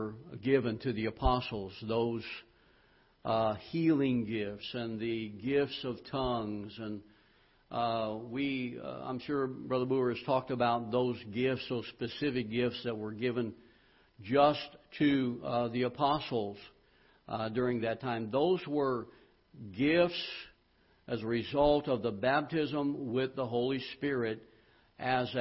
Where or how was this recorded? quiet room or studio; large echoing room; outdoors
large echoing room